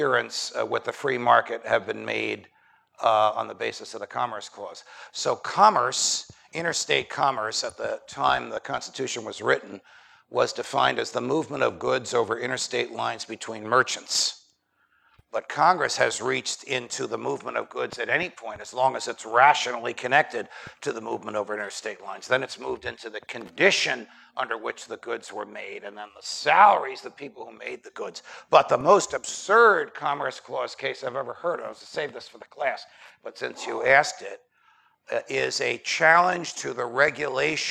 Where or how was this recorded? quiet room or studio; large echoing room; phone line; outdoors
large echoing room